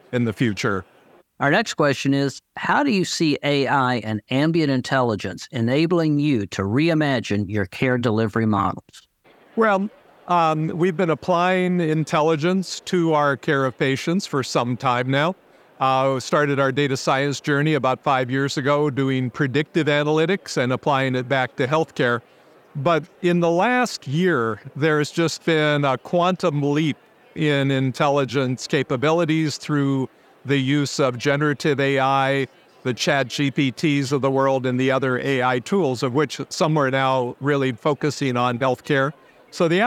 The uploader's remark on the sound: Special Episode LIVE from the floor of Becker's.